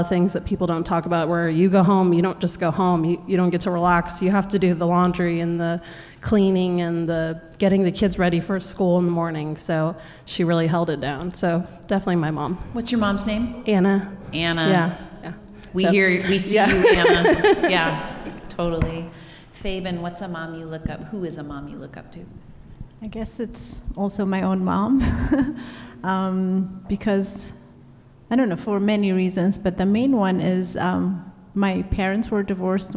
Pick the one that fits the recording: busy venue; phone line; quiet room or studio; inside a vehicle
busy venue